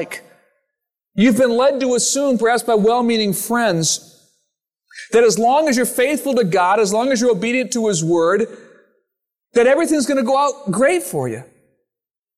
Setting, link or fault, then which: setting, large echoing room